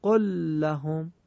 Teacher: خود به خود اینا در هم ادغام میشن و شبیه حالت مشدد میشن، نیازی به تشدید ندارن.